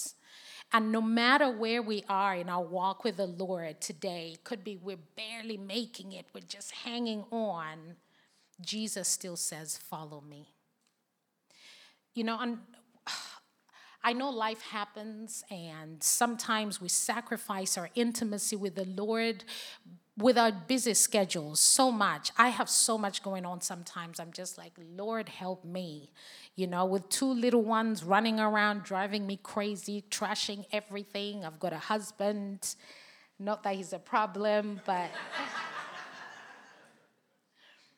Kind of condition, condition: setting, live audience